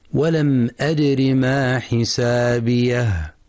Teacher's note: ينتبه القارئ في كلمة أدري لكسر الراء فقط فلا يقرأ ولم أدري بإثبات ياء مدية بعد الراء